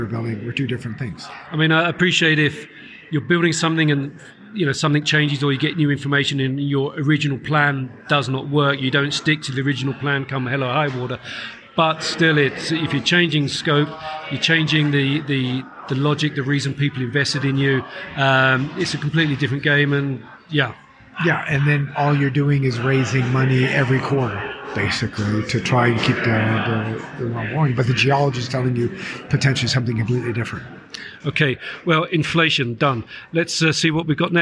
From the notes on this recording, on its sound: Q&A from the Precious Metals Summit in Beaver Creek. In this short episode filmed during the Precious Metals Summit in Beaver Creek.